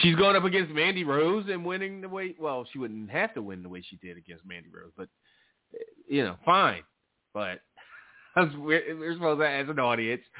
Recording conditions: phone line